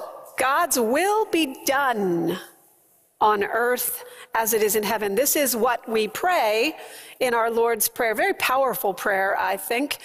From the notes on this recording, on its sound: preached at First Presbyterian Church of Allentown